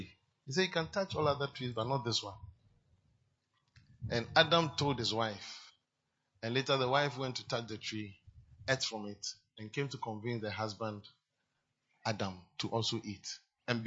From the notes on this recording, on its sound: PREACHED ON SUNDAY 5TH MARCH, 2023 DURING INTERNATIONAL AND MISSIONS SUNDAY SERVICE AT CAPTAIN OF SALVATION CATHEDRAL